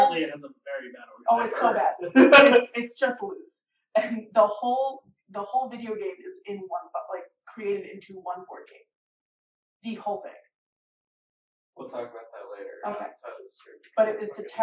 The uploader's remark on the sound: Sorry in advance for some of the audio quality, we were dealing with a very pesky echo.